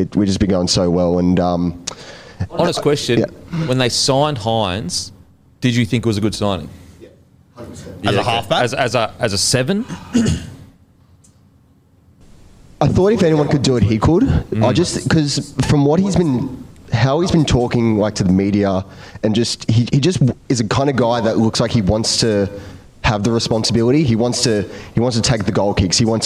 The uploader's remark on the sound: Our review of the Sharks V Cowboys game with our live audience.